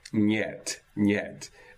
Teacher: And inherent in the rules of speaking Russian is that that n becomes palatalized, nyet, nyet. So that there's an overlapping, a co-articulated palatal approximant happening in the transition space between n and e